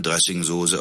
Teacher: Da wird das Soße, also das SZ, nicht stimmlos ausgesprochen, sondern stimmhaft. Als wäre es falsch geschrieben.